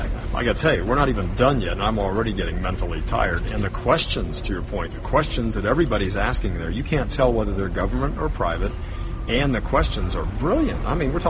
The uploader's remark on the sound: Live from the Symposium on Design & Construction Issues at Hazardous Waste Sites - West. Live from the Symposium on Design & Construction Issues at Hazardous Waste Sites - West.